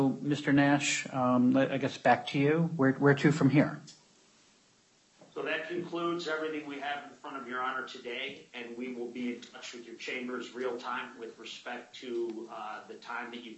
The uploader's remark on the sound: U.S. bankruptcy court hearing audio